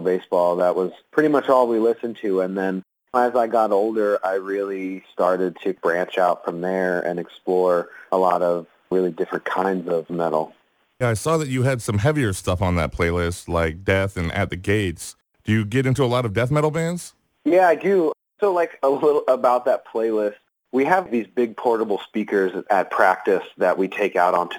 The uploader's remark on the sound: The interview was conducted over the phone